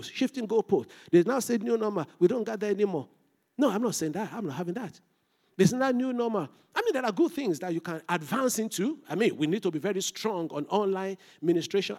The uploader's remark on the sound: This Sunday Service message. Fountain of Love, RCCG Aberdeen, UK.